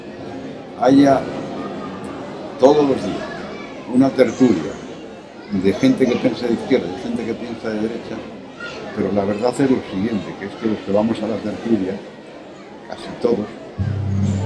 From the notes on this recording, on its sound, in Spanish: Mirada con libro en un jardín con mucho ruido.